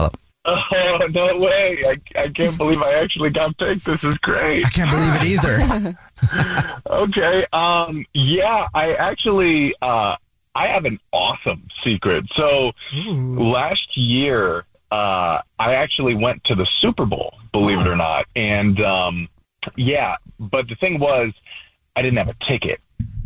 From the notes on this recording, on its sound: We have a listener on the phone